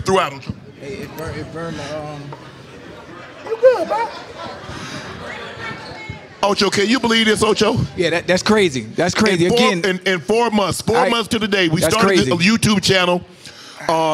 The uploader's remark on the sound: LIVE from Resorts World Las Vegas